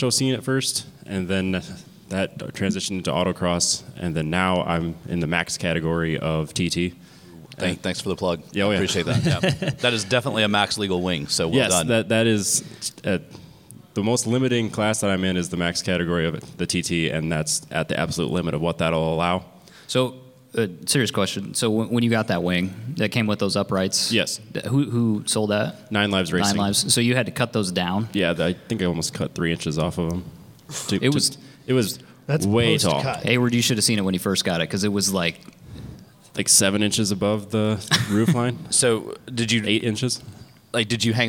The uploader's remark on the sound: Live at SCCA National Convention in Las Vegas. Record our first live podcast at the South Point Hotel in Las Vegas during the 2019 SCCA National Convention.